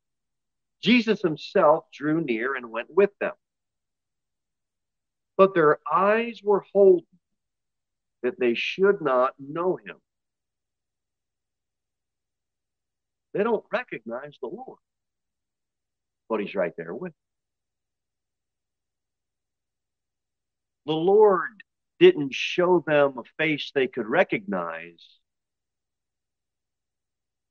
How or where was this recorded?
large echoing room